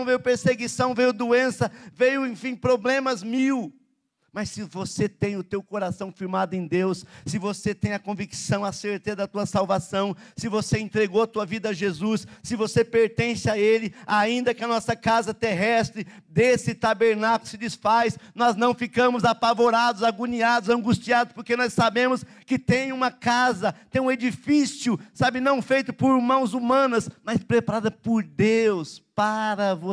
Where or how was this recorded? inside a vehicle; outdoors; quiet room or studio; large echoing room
large echoing room